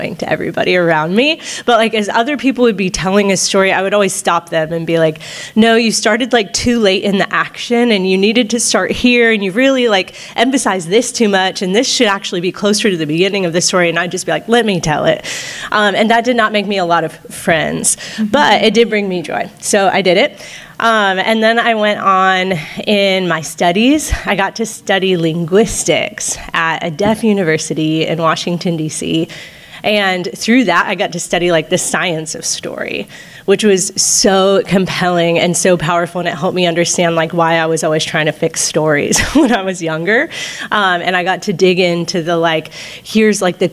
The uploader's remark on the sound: Live Recording. This week we’re doing a very exciting recording with a live audience at the Jubilee Conference.